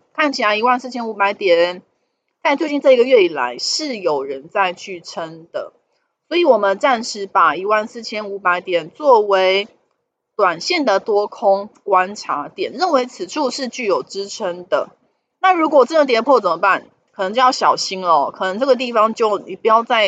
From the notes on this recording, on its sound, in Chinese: 本集有些許雜音，已亟力避免，如有察覺請多多包涵。